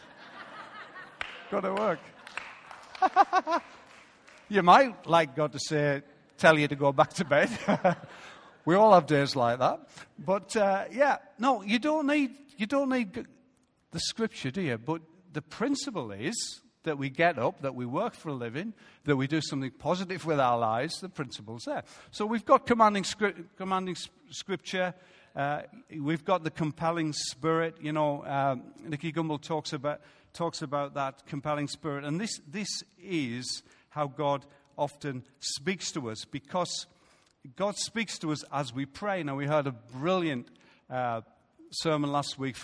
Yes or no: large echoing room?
yes